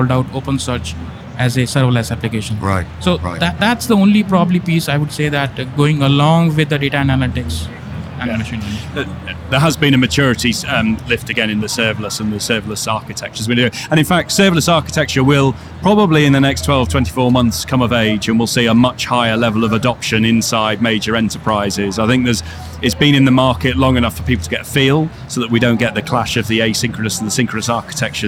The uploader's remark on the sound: The team are at AWS re:Invent 2022 for our first live shows!